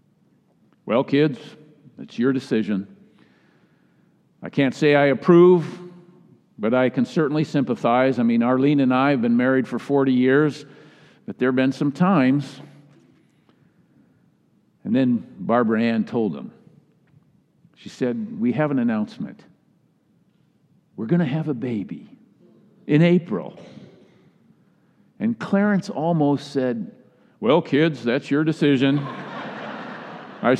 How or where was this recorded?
live audience